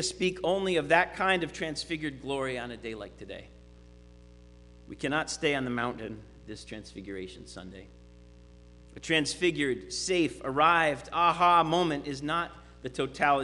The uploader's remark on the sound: Sermon preached at RCHP